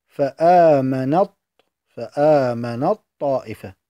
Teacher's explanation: مثال ذلك: إدغام التاء في الطاء، نحو فآمنت طائفة، تقرأ فآمنت طائفة، فلا تقرأ التاء، فقد ذابت التاء في الطاء فلم يبق منها شيء، لا مخرج ولا صفة · Term: الإدغام الكامل